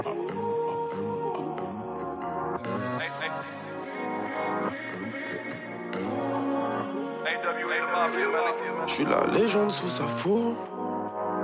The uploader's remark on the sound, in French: Vous emmène avec eux à deux événements qui ont fait swinguer le Lot-et-Garonne. Les championnats de France de Beatbox sur la scène du Florida à Agen, ainsi que l’open mic de jeunes rappeurs suivi d’un débat avec des élus organisé par la Rock School à Marmande.